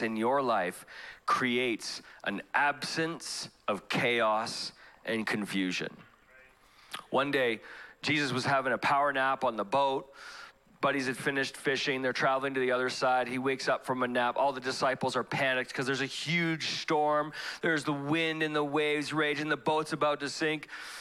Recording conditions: large echoing room